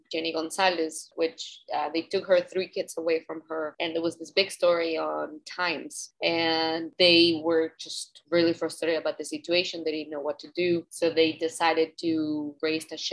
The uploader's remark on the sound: We connected through Zoom to talk about her career.